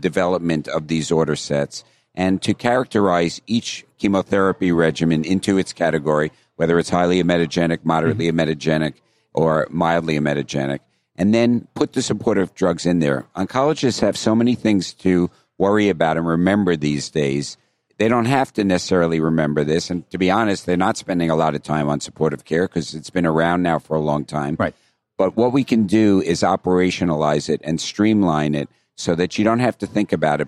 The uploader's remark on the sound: recorded during the annual meeting of the American Society of Clinical Oncology, ASCO